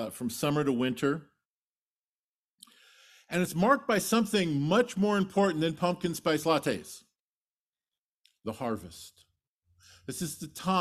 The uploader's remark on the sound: Sermon delivered at Trinity Community Church